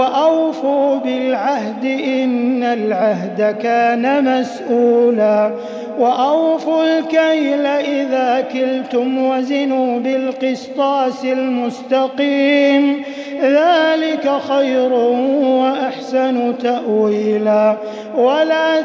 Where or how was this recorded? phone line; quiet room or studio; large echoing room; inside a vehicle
large echoing room